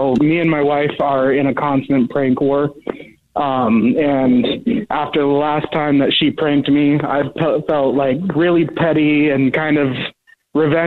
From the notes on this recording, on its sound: The guy on the phone